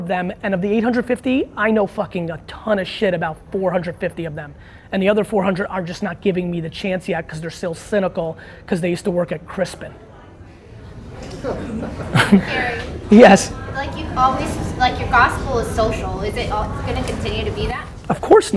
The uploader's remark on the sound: Keynote & Q&A With Young Creatives at Cannes